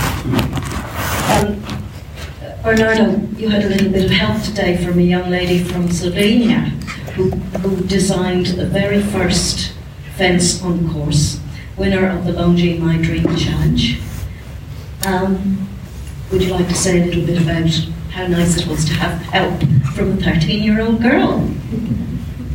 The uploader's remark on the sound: Comes to you from the 2023 FEI Jumping World Cup™ Final. Hear from riders at the press conference after the conclusion of final class.